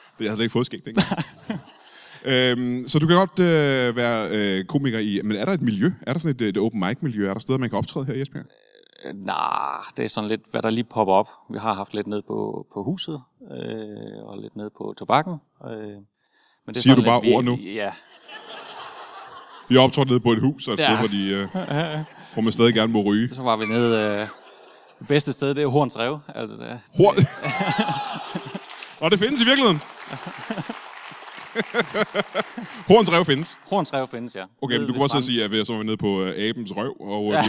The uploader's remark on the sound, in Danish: LIVE fra Esbjerg